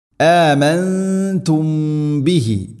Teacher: സാക്കിന മീമിന് ശേഷം ബ, ഇഖ്ഫ ഷഫവി, അവിടെ മണിച്ചുകൊണ്ട് ഉച്ചരിക്കണം, അവ്യക്തമാക്കി.